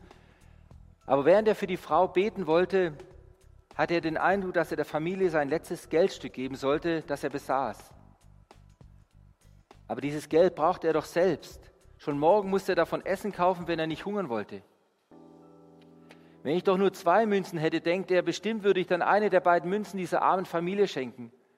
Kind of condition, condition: setting, large echoing room